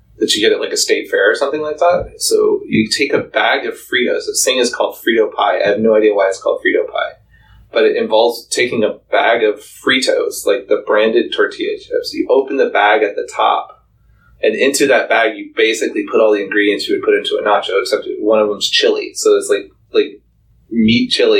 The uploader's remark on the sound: with apologies for sound quality issues...